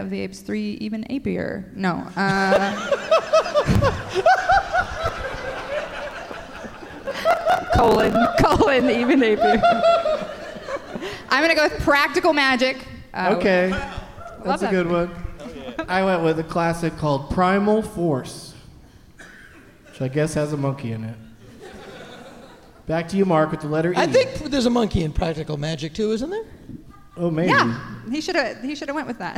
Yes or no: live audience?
yes